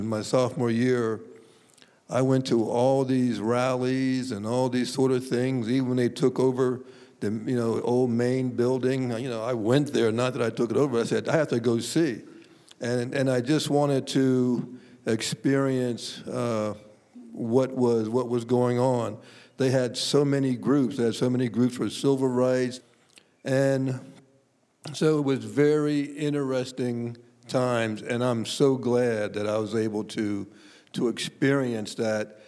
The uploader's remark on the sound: Recorded at the NFL Walter Payton Man of the Year Reception at Super Bowl LII in Minneapolis